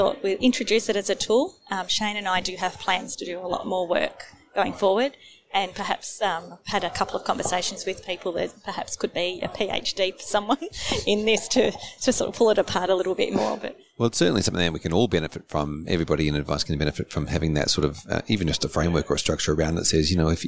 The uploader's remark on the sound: Recorded live at FAAA Congress 2023.